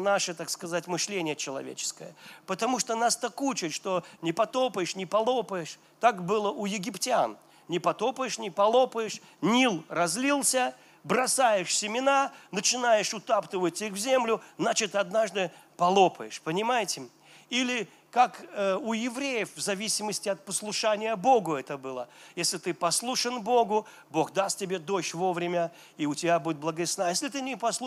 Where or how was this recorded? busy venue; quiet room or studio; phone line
busy venue